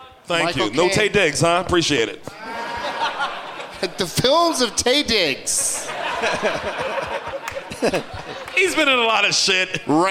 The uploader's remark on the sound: Live from the Gramercy Theatre in New York City